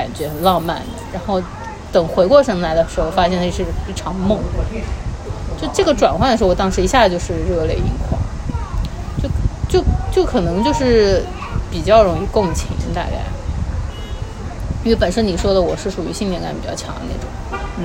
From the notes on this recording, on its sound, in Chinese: 本次录制花费：坐在路边喝另茶。